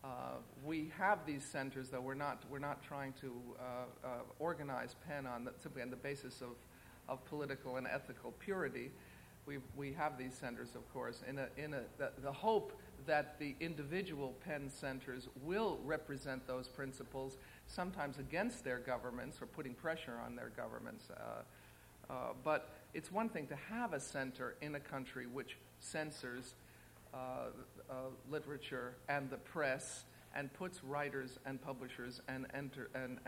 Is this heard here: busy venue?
yes